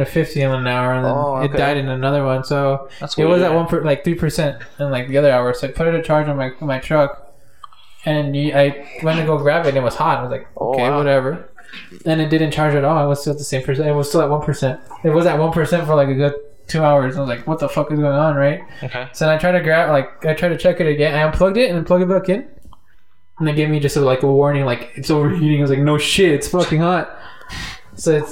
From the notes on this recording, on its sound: Hopefully next time we will have a mixer with a new mic for better quality and my dog doesn't interrupt.